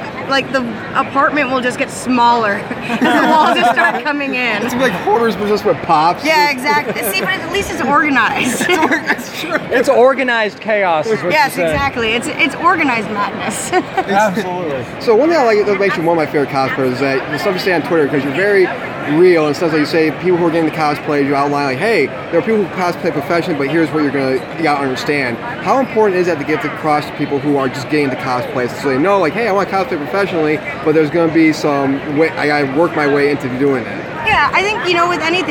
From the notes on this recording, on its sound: During our live coverage of Tidewater Comicon 2016 this past weekend.